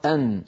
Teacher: والنون من طرفه تحت جعل، يعني انتقل الآن إلى حرف النون، وبين أن حرف النون مكانه أنزل قليلا بالنسبة إلى الحنك الأعلى من حرف اللام، يعني لما يقول الواحد منا ثم يقول أن، فالمنطقة التي يقرعها عند النون أنزل قليلا من المنطقة التي عند اللام · Term: مخرج النون